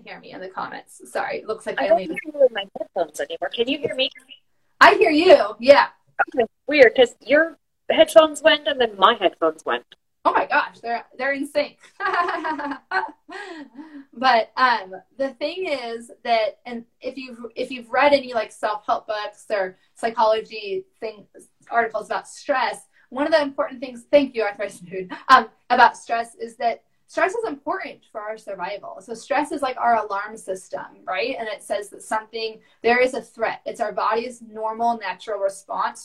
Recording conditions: video call